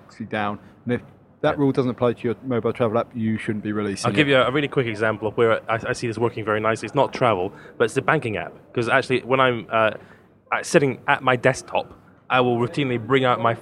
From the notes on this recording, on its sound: This week the team record 'live' from the travel industry's biggest trade show: the World Travel Market. This week the team record 'live' from the travel industry's biggest trade show: the World Travel Market.